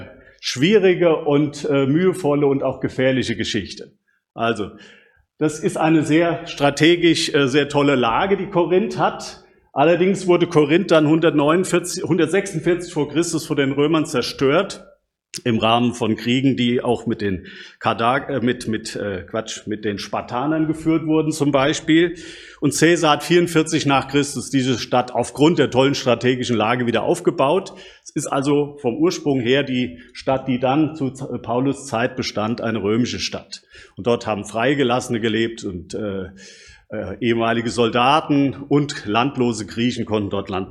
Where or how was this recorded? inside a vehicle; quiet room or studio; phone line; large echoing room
large echoing room